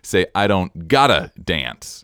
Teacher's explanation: And now the emphasis is on the word gotta, and dance has been displaced a little further back, a little further behind, temporally.